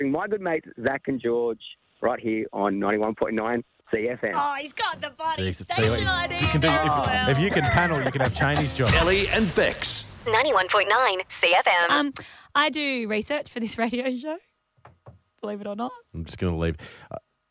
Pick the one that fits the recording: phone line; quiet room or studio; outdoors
phone line